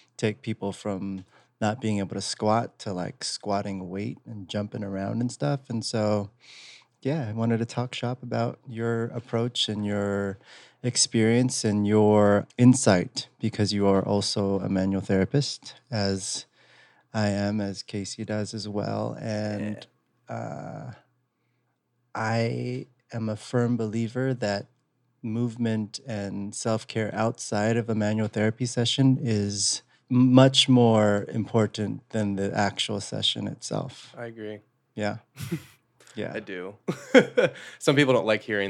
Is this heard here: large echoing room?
no